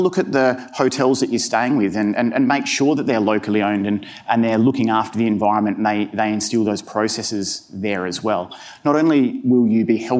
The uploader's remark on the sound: Decoded Future Panel. In a panel from Stylus’ Decoded Future event in London.